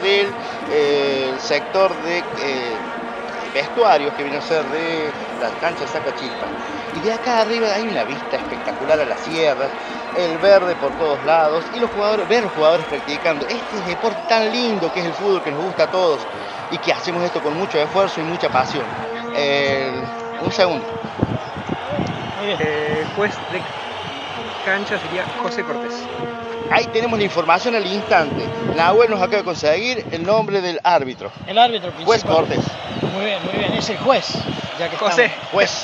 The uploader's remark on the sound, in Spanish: Desde el Club Atletico Sacachispas, la Radio Comechingones transmitió on line para todo el mundo el primer partido de Futbol Senior desde el techo de las instalaciones del queridisimo club. De esta manera, nace un hito en la historia del futbol de Villa de las Rosas.